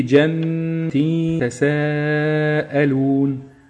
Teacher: النون اللي في جنات دي نون مشدده تغني بمقدار حركتين · Term: غنه